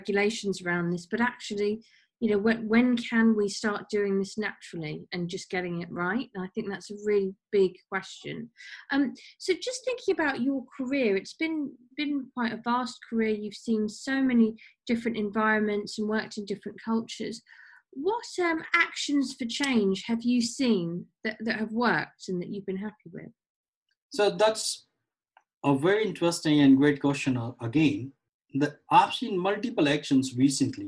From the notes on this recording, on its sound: over Zoom